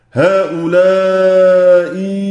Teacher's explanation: يبقى أنا كده عندي تسهيل هؤلاء ين، هذا التسهيل، هؤلاء ين، هذه ياء مبدلة، إبدال الهمزة ياء